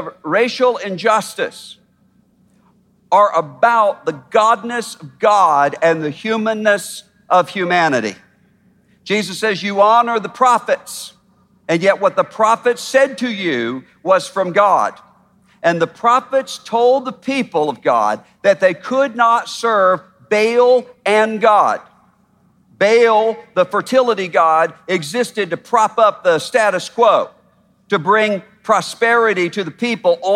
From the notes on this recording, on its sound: At our historic MLK50 Conference. Addressed the crowd in a passionate message.